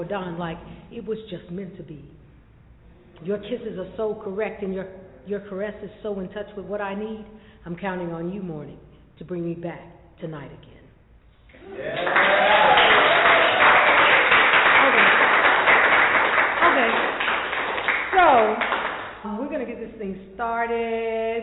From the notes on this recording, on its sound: Live from the Oak Cliff Cultural Center, Dallas Texas. For The Poets Round Table series.